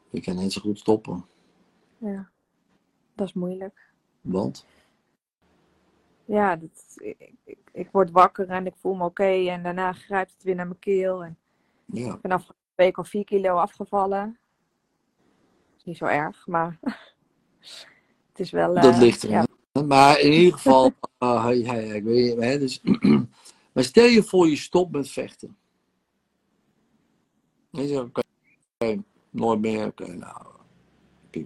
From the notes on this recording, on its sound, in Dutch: De audio deel ik op de podcast maar de sessies zijn ook te bekijken.